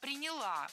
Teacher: Ударение в этом глаголе ставим на окончание.